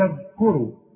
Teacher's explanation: الذال لازم تطلع لسانك فيها والكاف مضمومة والراء مفخمة